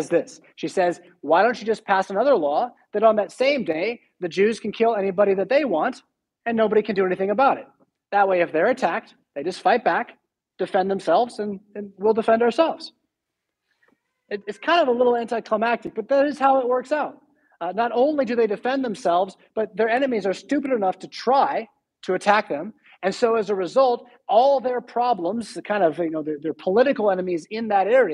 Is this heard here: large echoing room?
yes